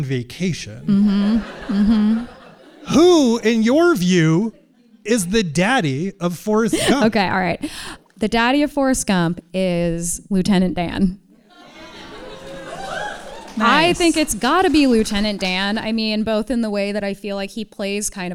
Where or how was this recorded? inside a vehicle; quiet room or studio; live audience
live audience